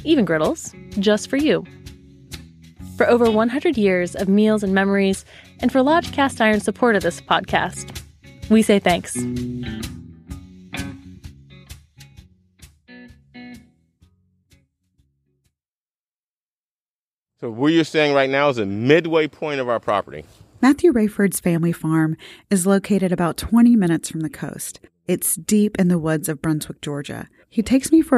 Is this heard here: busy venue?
no